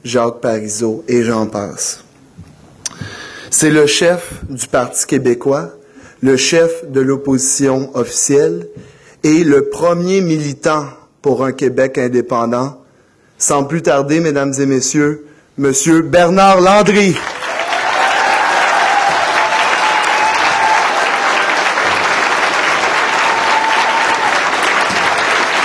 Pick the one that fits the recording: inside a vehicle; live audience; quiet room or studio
live audience